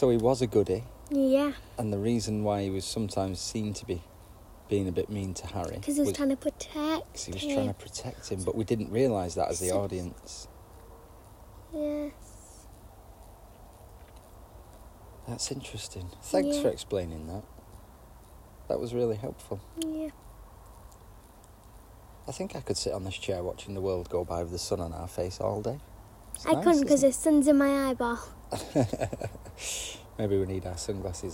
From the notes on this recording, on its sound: This episode is recorded outside so there may be some background noise. We are not professional broadcasters and this is just a girl and her Daddy having a conversation.